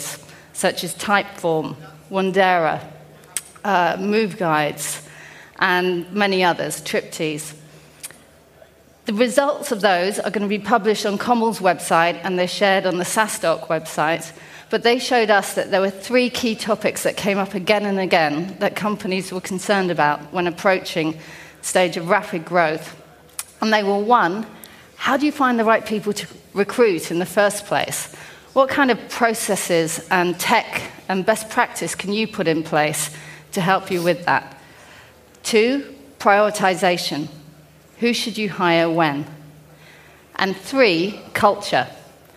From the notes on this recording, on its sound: a panel discussion held at SaaStock 16